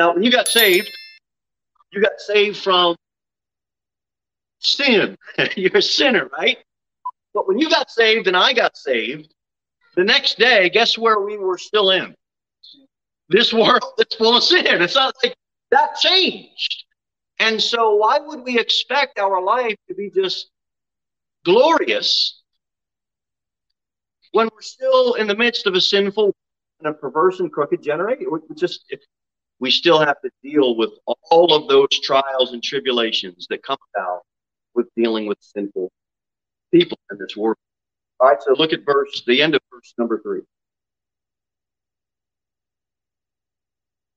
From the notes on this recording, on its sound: Sermon delivered at Pilgrim Baptist Church on Sunday, August 14, 2022 at 11:15 am. Jere Whitson Rd. Pilgrim Baptist Church is a bible-believing, independent Baptist church.